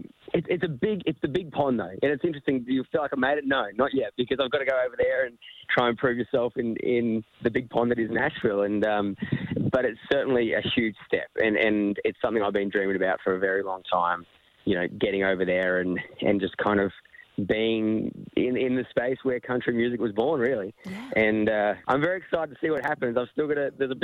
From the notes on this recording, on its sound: Calls the guys to chat.